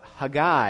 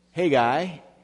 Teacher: Today we're going to be looking at the book of Haggai, if you pronounce it with the Hebrew way of putting the accent on the end syllable instead of on the front syllable · Shown in: first take · like we usually do in America.